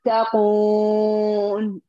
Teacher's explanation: لاحظي تتقون فيها الواو منقاة تماما عند النون، أتيت بالغنة عند النون ليس قبل ذلك